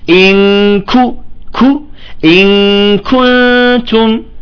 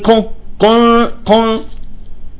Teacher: بيطالع الكاف وكأنه عم تخرج من أنفه · Shown in: second take